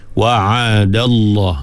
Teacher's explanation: Wa'adallah, tapi lam tebal. Nipiskan dal, lam tu tebal. · Term: taghliz